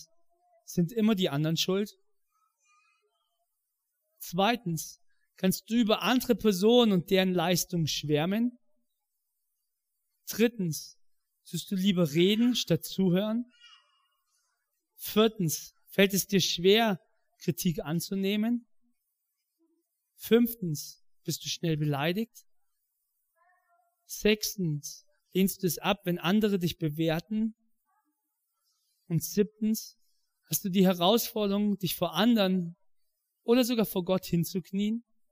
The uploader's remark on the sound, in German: In der Life Church Ansbach.